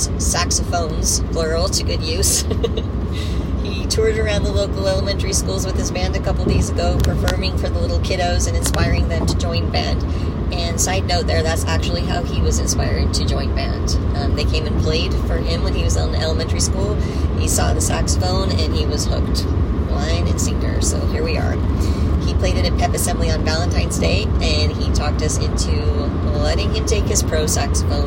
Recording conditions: background noise